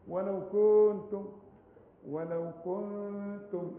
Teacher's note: ولو كنتم الغنة مرققة علشان التاء مرققة